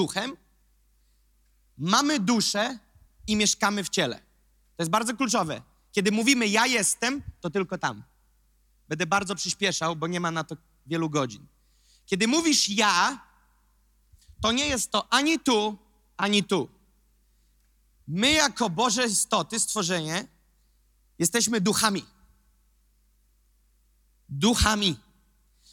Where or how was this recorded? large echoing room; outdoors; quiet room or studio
large echoing room